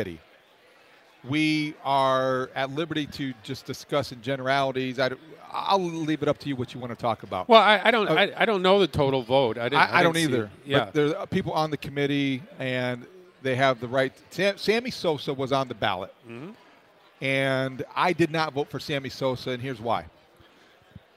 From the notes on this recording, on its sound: live from Cubs Convention